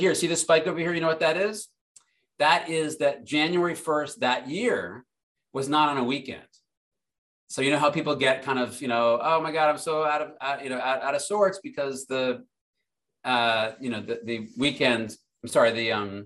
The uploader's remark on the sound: This audio was originally captured from Zoom